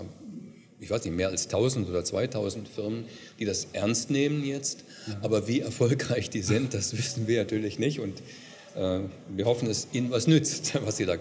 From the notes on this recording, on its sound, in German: Congress der Controller in München. Der Performance Manager Podcast war live vor Ort und hat auf dem größten Fachtreffen Europas mit den Who‘s Who im Controlling geredet.